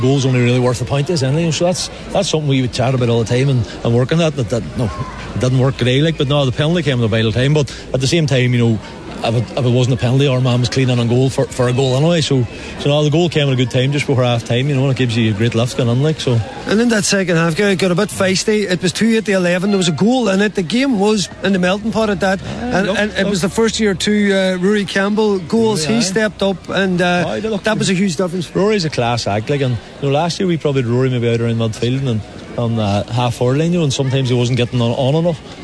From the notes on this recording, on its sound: Live from Sisters Sara’s Letterkenny. Watch the DL Debate in association with Sara’s Kitchen at Sister Sara’s Letterkenny.